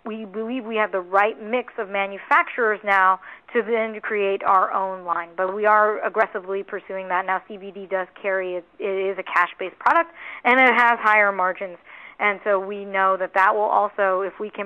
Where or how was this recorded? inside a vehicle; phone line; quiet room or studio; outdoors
phone line